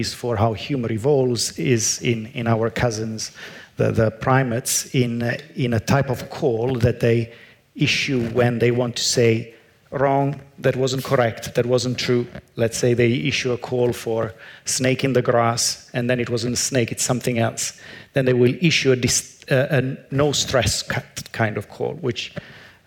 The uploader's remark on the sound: Audience Q&A. This Sydney Ideas event was held on 5 November 2018 at the University of Sydney.